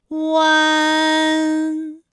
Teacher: 乌安的发音的时候呢是从圆唇的后高元音乌开始，口型迅速的由合口变为开口状